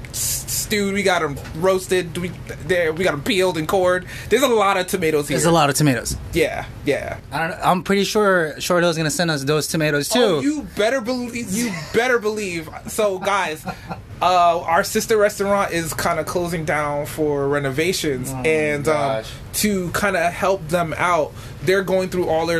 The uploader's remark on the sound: Live in the restaurant